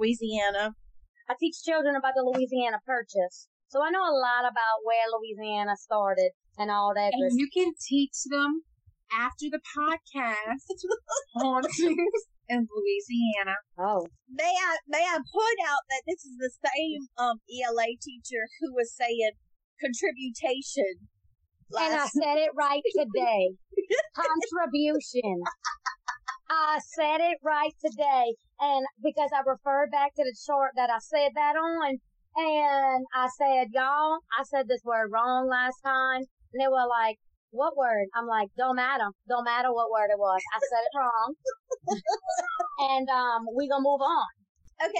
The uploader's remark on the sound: Excuse the audio, first timers here.